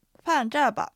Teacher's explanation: ファンは、下がる四声、じゃーも四声です